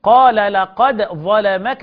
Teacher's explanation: أظهر الدال عند الظاء في هذا الموضع فقط